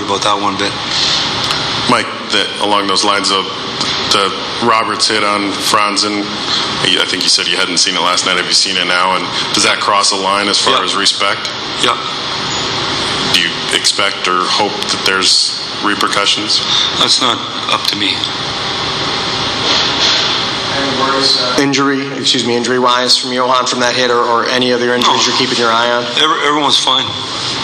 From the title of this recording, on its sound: Stanley Cup Finals, off-day press conference